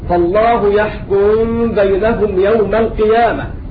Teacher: فتخفى الميم في الباء بعد إسكانها وتكون عندئذ من الأخفاء الشفوي